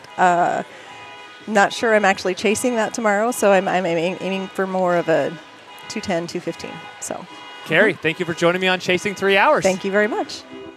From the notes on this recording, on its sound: Live from the Good Life Halfsy expo! Welcome close to two dozen runners to his booth.